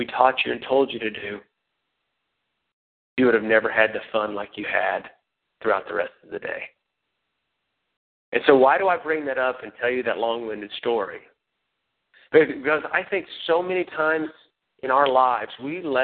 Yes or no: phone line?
yes